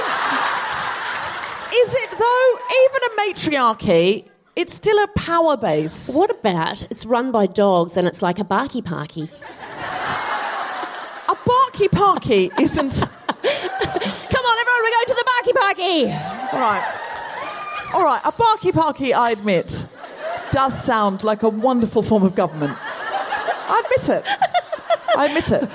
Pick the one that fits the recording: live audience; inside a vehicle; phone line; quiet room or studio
live audience